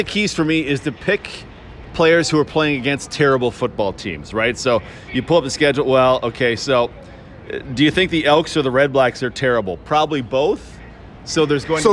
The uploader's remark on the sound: Live from Blue Bomber practice